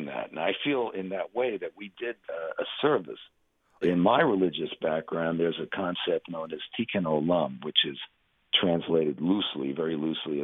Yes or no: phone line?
yes